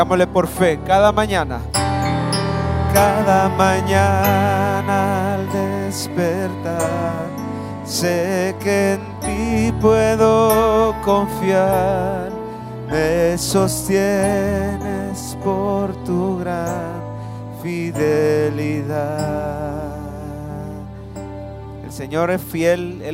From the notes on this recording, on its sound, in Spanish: Mensaje predicado en vivo desde el Centro Familiar de Adoración CEFADCHURCH, Mayo 2023